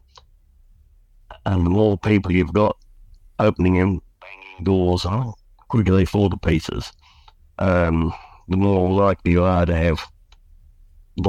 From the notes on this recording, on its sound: Please excuse the poor audio quality in some parts, this interview had to be recorded entirely over the phone and enhanced in retrospect.